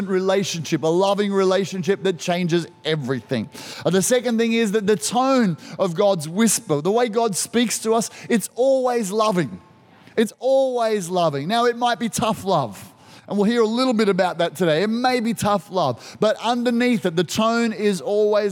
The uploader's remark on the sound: This was recorded in our 9am service on the 31st of October, 2021